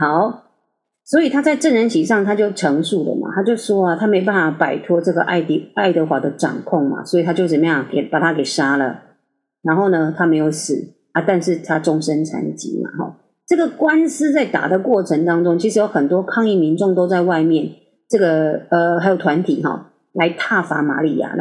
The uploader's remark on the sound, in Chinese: 這次錄音設備 真的～～發生了一些狀況。還是一樣音質非常差。我要重新添購麥克風了。